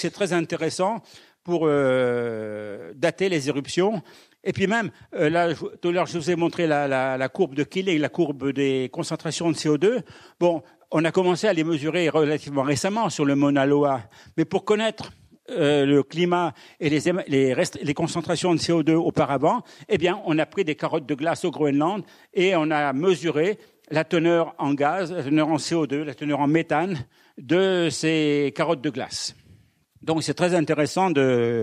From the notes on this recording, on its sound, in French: Enregistré par RCF Charente le 12 octobre 2022 à l'Université du Temps Libre à Angoulême.